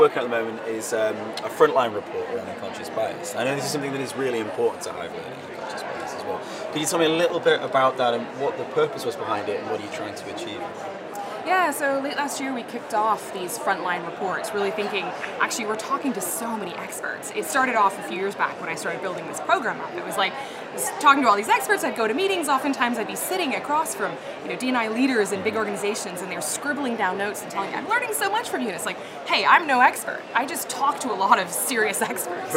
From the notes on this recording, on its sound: Joins the HRD Live Podcast live from the HRD Summit UK 2020.